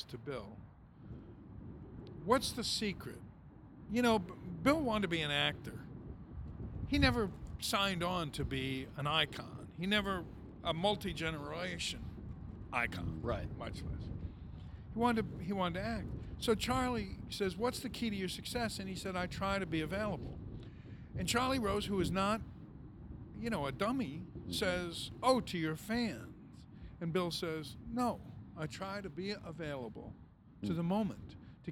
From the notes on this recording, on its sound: Taped on the overhang of the brand new CHS Field in Lowertown St. Paul, MN.